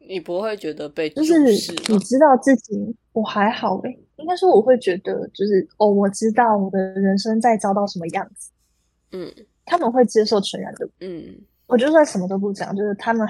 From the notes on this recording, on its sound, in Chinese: 本集訊號較糟糕，敬請見諒